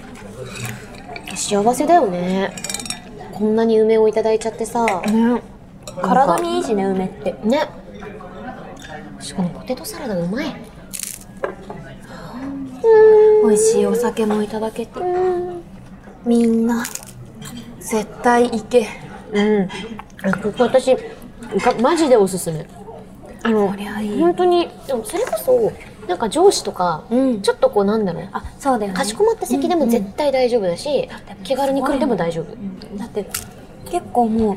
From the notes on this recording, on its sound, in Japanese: 今回はニッポン放送を飛び出して「The CHOYA 銀座BAR」さんにお邪魔しての収録です！